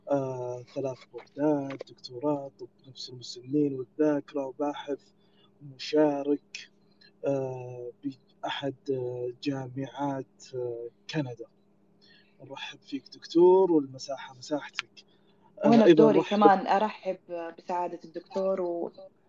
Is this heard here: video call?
yes